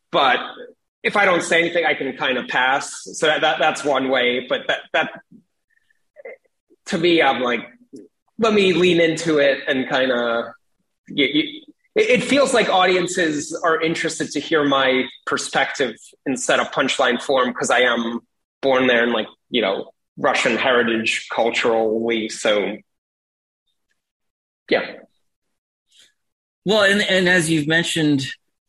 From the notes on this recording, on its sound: joined me over Zoom